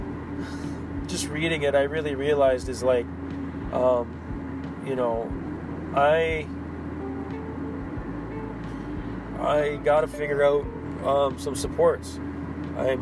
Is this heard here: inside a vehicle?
yes